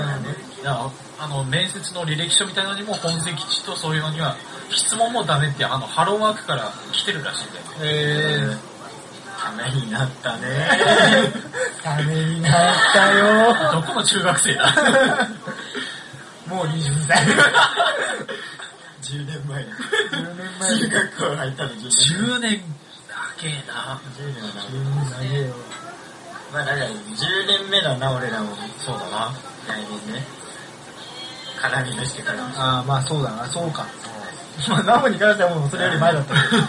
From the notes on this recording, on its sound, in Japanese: 飲みながらの収録なのでやかましかですばい